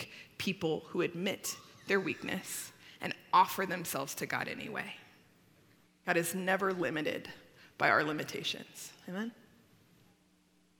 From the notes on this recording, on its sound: At Timberline Church. Live.